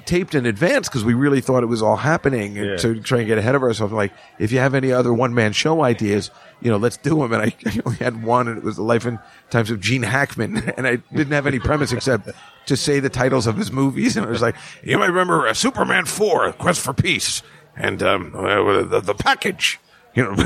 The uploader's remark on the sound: Live From the Comedy Cellar